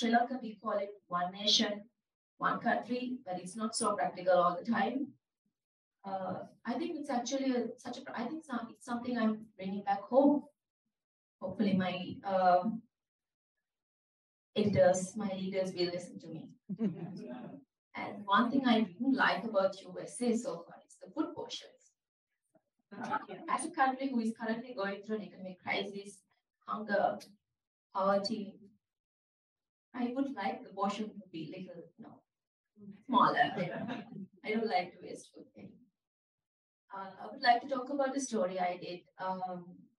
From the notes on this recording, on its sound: This recording is from a Global Journalism Spotlight event that took place on March 23, 2023 a the Minneapolis Central Library. A live Q&A session.